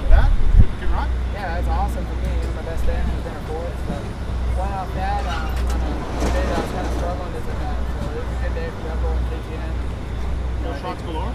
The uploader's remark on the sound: Post race interviews from Jacksonville